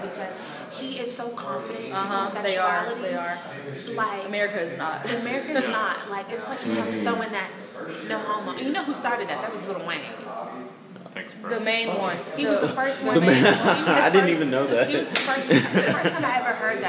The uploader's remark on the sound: apologize for the background noise